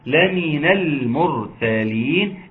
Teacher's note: خد بالك اللي أنت عملته ده اسمه إظهار لام قمرية وتفخيم الراء لأن ساكنة قبلها مضموم